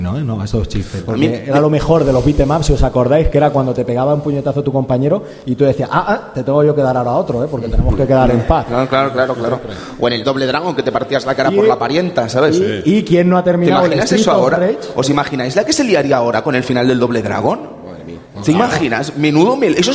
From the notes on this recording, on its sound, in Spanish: Programa grabado en directo desde RetroAlba.